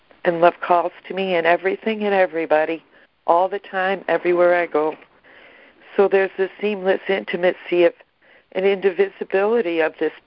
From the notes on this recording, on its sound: ACIM Daily Conference Call